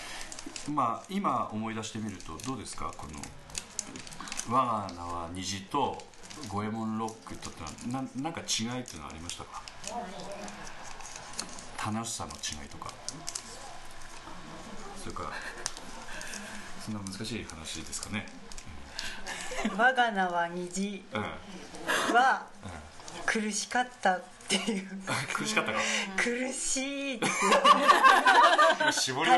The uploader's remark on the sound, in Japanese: かなりリラックスをして、折り紙を折りながらの何とも非常識な収録になりました。電気的なノイズが多いのではありません。